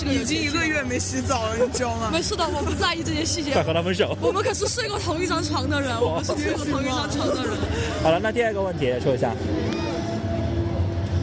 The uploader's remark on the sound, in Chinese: 本次为大家带来的是我们本地ComicHope06同人展的现场采访活动。